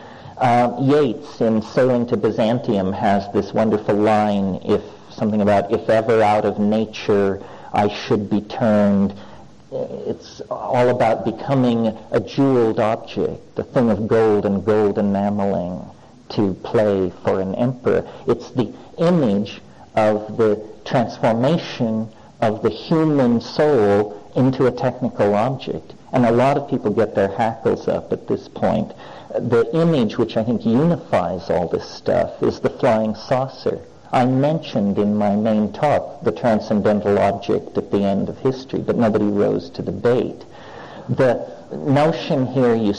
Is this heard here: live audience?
yes